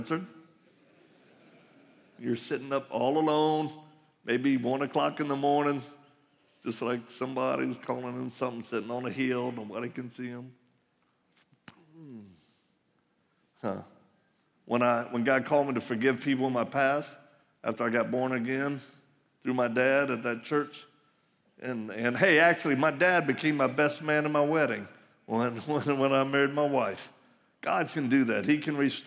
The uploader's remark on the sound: live message from the Ignite Conference